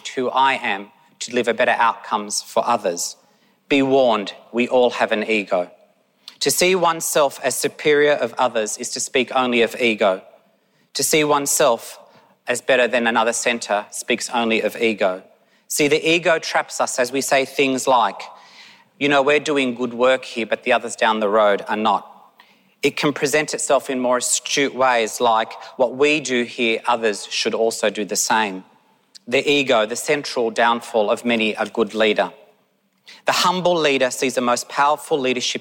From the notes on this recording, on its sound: Conference presentations from the Victorian Government's Realising the Potential Conference. (from the Realising the Potential Conference). The audio for this session has been generously provided by the Victorian Department of Education and Training.